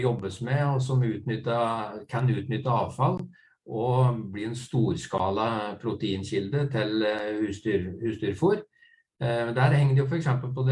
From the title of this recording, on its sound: Live Zoom